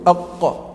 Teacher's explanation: قال لمعرفة مخرج الحرف نسكن الحرف أو نشدده، ثم ندخل عليه همزة وصل متحركة، فحيث انقطع الصوت فهو مخرجه. تقول أق أقصى اللسان من حيث الأعلى، لأن أقصى اللسان من حيث الأسفل هذا مخرج الكاف